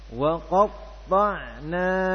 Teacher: huruf yang sifatnya syiddah, ya, artinya suaranya tertahan, maka tidak mengalir suaranya